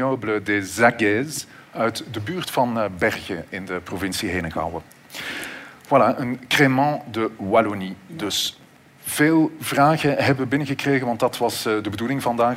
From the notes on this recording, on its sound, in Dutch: LIVE vanop het Podcastfestival. Met dank aan het DS Podcastfestival en House of Media voor de live opname.